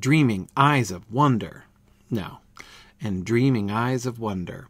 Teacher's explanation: still has the iambic feel, not a trochaic feel